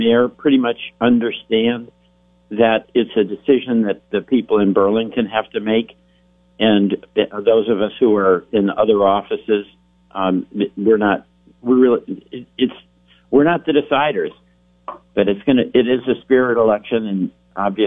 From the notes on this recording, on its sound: Calls. From Washington.